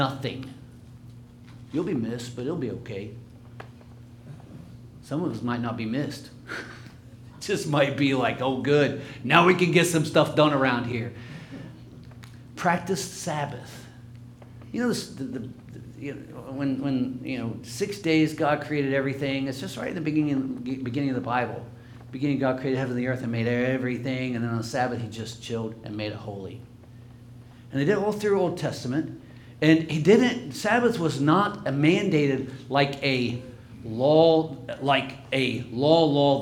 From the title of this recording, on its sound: LIVE Services at Sunshine